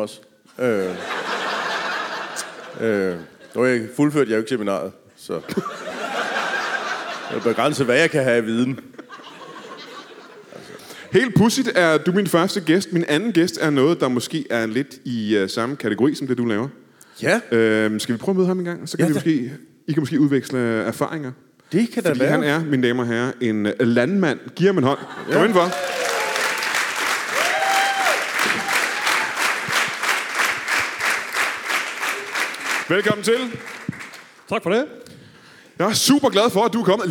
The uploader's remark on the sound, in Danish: LIVE fra Skive